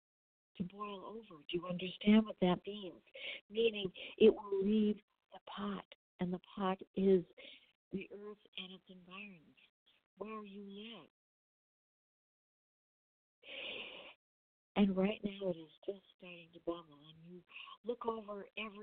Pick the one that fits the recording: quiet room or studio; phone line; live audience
phone line